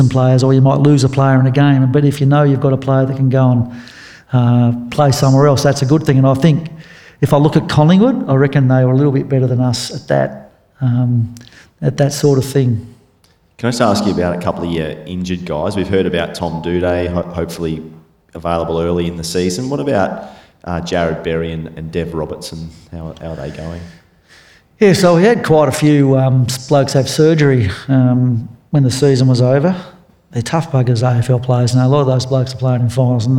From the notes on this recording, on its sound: This conversation was recorded on Thursday February 15 at the Ron Hurley Theatre in Seven Hills.